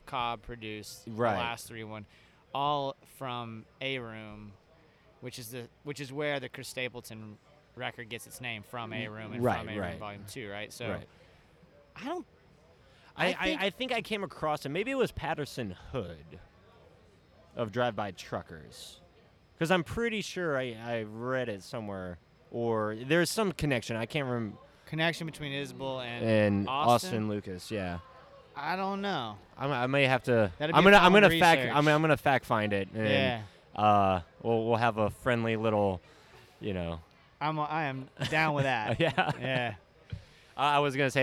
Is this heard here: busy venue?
yes